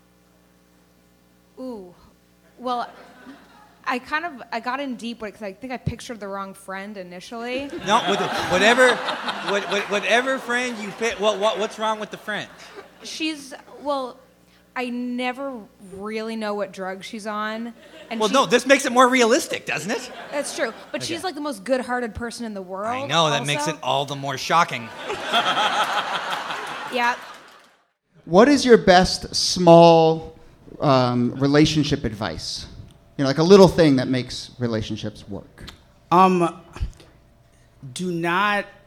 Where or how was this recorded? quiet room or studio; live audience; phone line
live audience